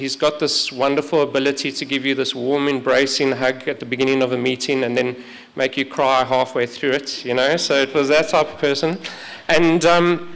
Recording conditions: large echoing room